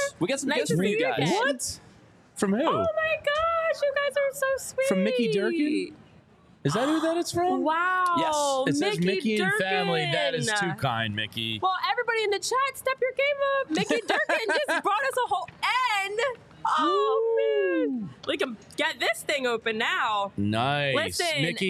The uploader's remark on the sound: Live from Reading Terminal Market talking MLB updates.